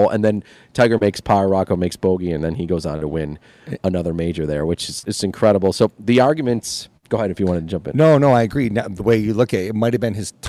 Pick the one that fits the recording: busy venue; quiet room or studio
busy venue